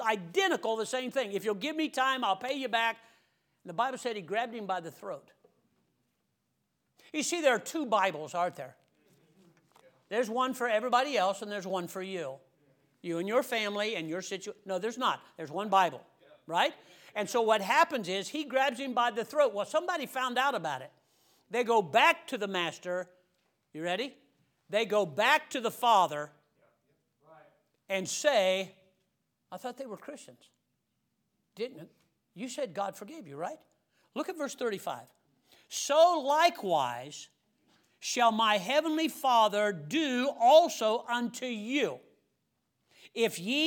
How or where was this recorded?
large echoing room